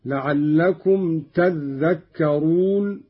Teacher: قرأ قالون بتشديد الذال، هكذا: لعلكم تذكرون، على إبدال التاء ذالا وإدغامها في الذال